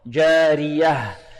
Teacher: الراء هنا مكسورة فهي مرقة، جارية. والها هنا لابد من إيضاحها، لابد من إيضاح الهاء، جارية.